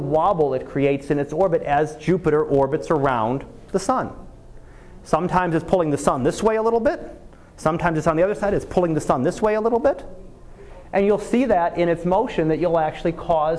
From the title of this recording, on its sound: Live Class Lecture